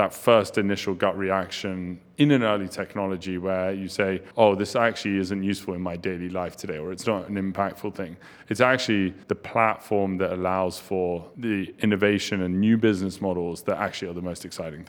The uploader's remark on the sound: live from New York City at Chainalysis Links Conference